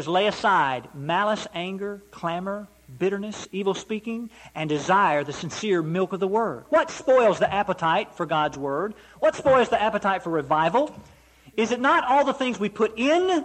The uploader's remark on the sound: Preached at Eureka PBC.